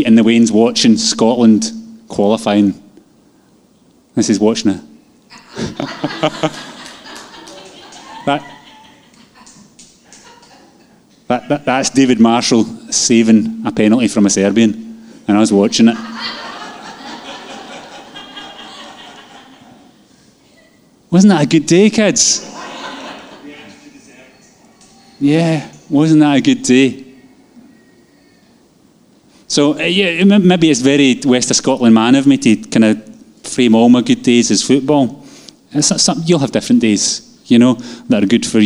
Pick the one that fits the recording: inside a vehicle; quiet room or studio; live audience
live audience